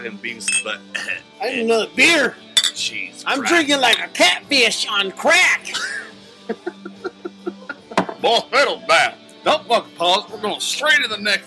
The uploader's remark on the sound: We come at you live from the Woodshed II with a few surprise drop ins from random drunks.